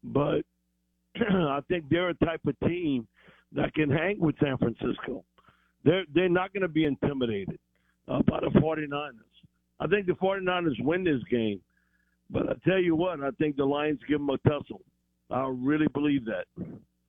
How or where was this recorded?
phone line